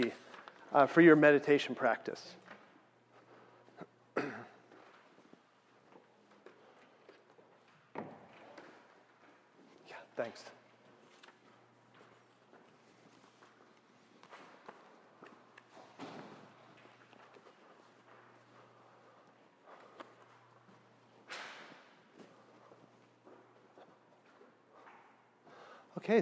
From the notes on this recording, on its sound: weekly Tuesday night meditation class held in San Diego California